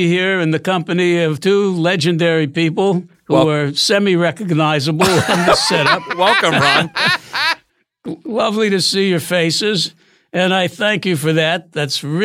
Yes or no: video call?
no